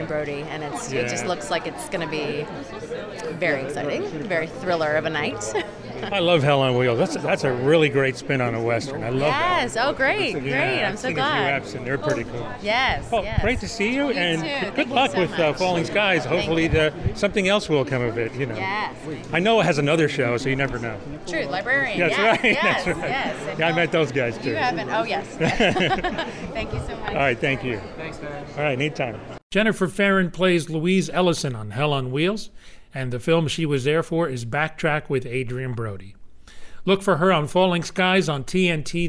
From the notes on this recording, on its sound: From the Tribeca Film Festival Red Carpet.